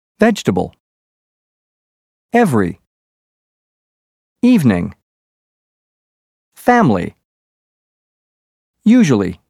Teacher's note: The second E in vegetable, every, and evening are dropped, as is the I in family, and the second U in usually.